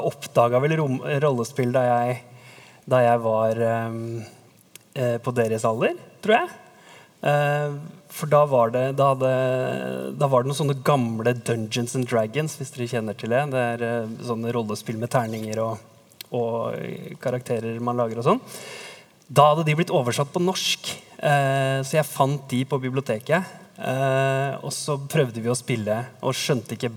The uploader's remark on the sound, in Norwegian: Opptaket er gjort på Sentralen i Oslo i forbindelse med Lesekioskfestivalen